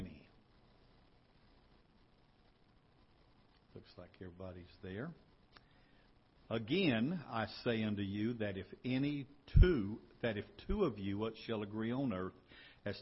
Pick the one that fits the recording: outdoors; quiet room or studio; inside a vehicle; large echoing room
large echoing room